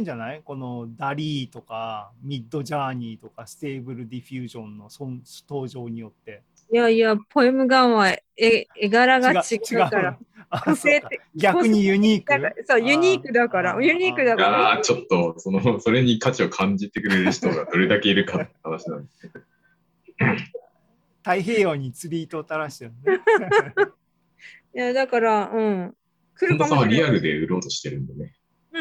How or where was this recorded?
video call